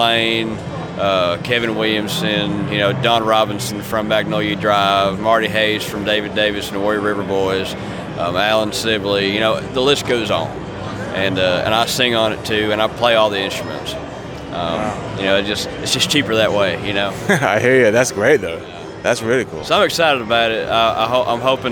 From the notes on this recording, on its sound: Live From IBMA 2022.